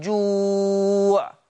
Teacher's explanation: لو وقفت على كلمة جوع مدت ولا ما مدتش الواو؟ مدت الواو · Term: صفة المد